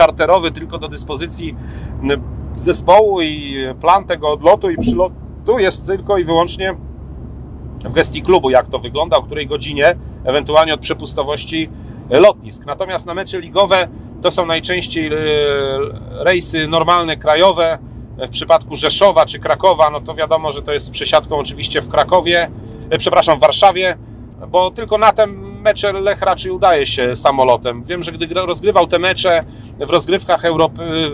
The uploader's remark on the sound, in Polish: Nagranym w drodze powrotnej z meczu Unia Skierniewice - Lech Poznań.